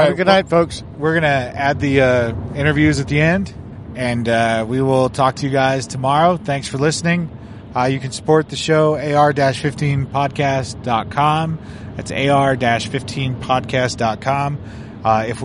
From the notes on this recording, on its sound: SHOT Show 2018. Several interviews from the show floor.